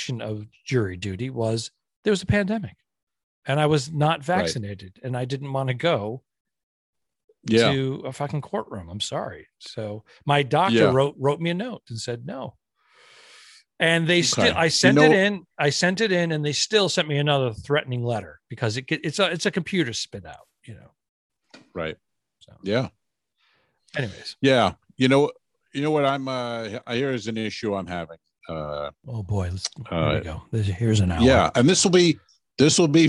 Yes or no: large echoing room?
no